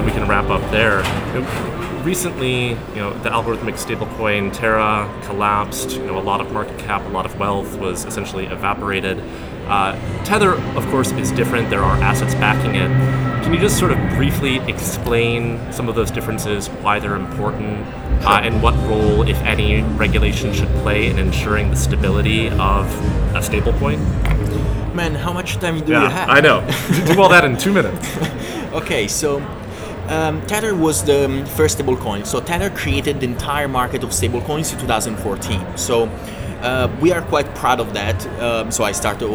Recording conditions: background noise